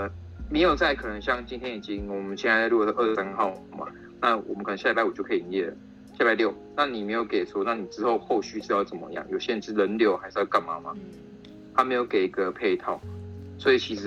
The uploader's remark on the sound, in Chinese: 因為疫情的關係，我們三個都在家裡用線上通話的方式錄音。有一些不清楚或雜訊的部分，還請大家多多包涵見諒。